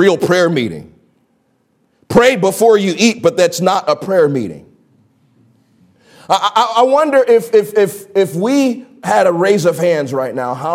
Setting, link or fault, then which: setting, large echoing room